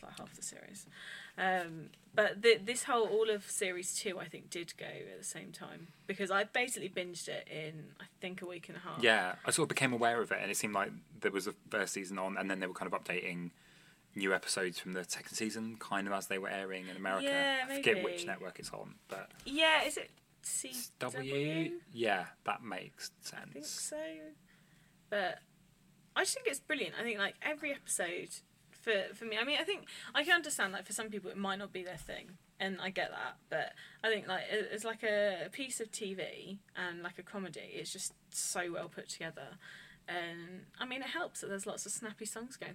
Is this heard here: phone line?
no